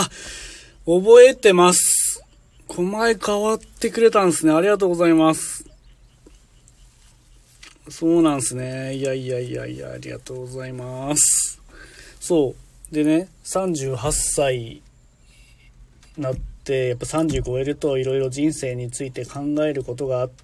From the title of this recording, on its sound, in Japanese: LIVE〜軽トラの中から10分だけ〜